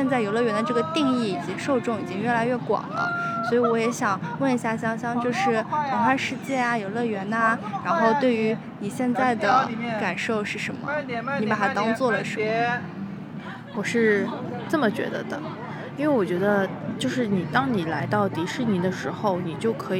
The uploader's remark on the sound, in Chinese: 迪士尼现场。就是在迪士尼本尼园区内。